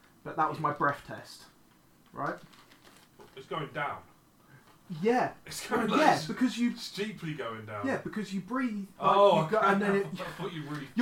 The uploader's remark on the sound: Forgot to change the microphone input over. Apologies for the terrible sound quality.